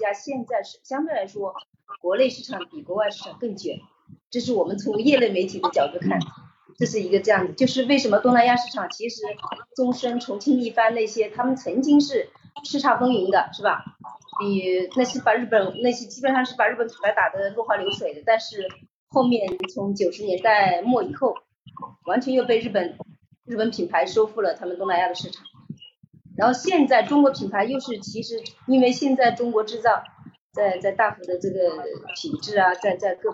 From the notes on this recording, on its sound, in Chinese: 由于设备原因，本期节目略有些杂音，请各位见谅。